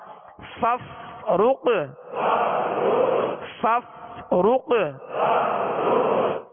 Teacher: فا کا جو مخرج ہے اس کے مخرج سے ادا کرنا ہے کہ اوپر کے سامنے والے دو دانتوں کے کنارے اور نچلے ہونٹ کا تر حصہ